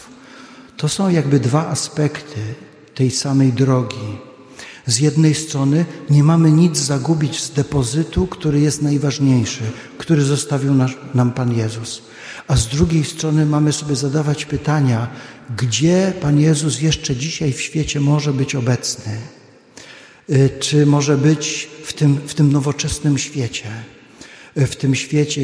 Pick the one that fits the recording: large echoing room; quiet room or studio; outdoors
large echoing room